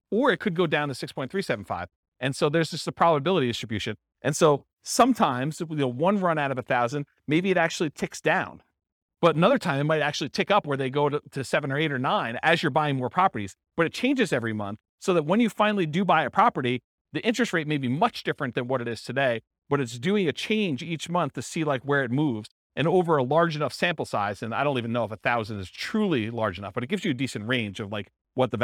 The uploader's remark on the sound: This was a live class recorded.